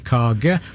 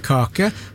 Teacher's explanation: vi har bløde konsonanter i Rogaland og sier kage og ikke kake · Shown in: first take